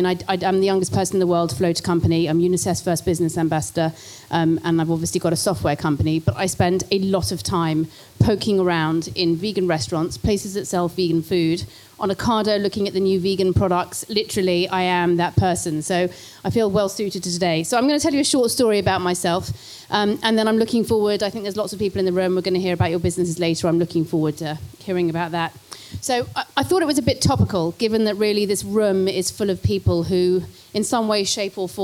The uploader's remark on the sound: This talk was recorded at the Vevolution Plant-Based Business Bootcamp